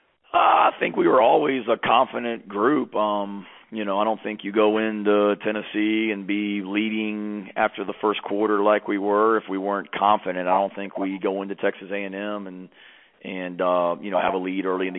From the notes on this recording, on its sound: Sunday night conference call